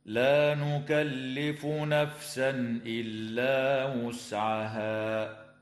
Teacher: التنوين في قوله تعالى نفسا إلا حكمه الإظهار الحلقي عند الهمزة، ويراعى قراءة كلمة وسعها بضم الواو، ويجوز الوقف على هذه الكلمة من قبيل الوقف الجائز، هكذا: لا نكلف نفسا إلا وسعها.